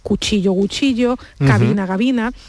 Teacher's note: una C que se convierte a G cuando está el principio de la palabra